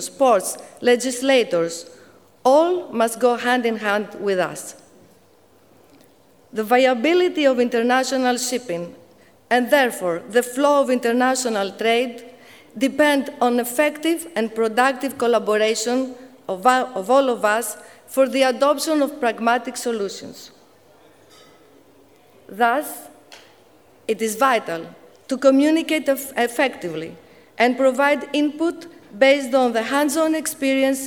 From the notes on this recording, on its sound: 2024 14th Annual Capital Link Greek Shipping Forum KEYNOTE SPEECH